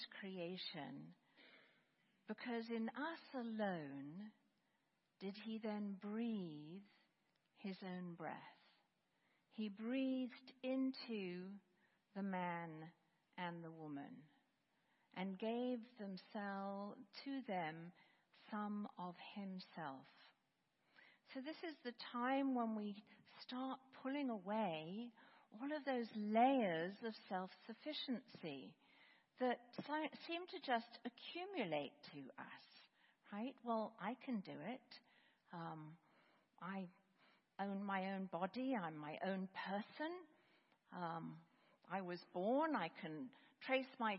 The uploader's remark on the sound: Sermons preached at Church of the Good Shepherd, Maitland, Florida